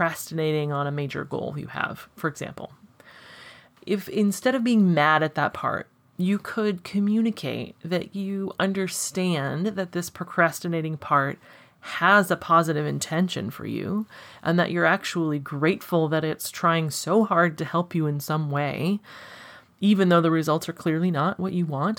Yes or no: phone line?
no